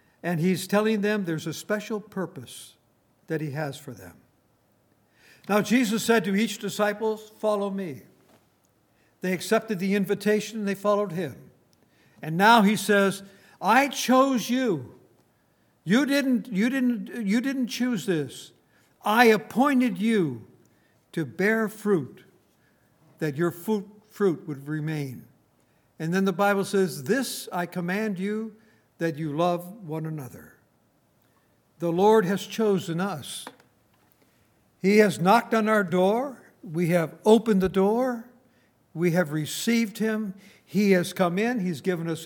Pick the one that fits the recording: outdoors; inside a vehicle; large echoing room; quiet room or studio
large echoing room